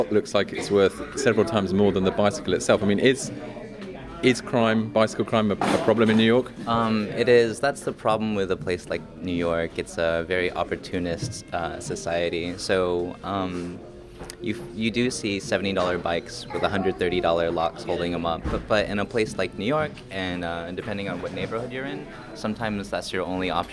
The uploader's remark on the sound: Takes to the streets of Manhattan on a sunny spring Sunday and meets cyclists and assorted Gotham oddballs.